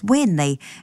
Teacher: how tēnei is often heard as wēnei in some iwi in Te Arawa